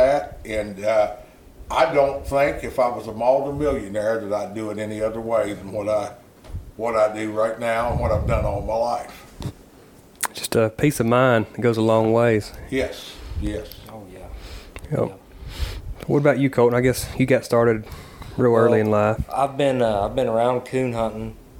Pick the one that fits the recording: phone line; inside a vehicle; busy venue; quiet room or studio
busy venue